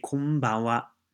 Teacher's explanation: When an n sound and a b sound get together phonetically, it makes it into an m sound in Japanese.